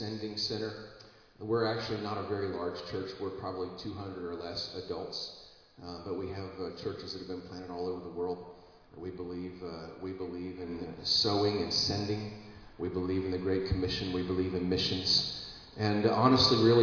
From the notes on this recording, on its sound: Recorded live in Liberty Church.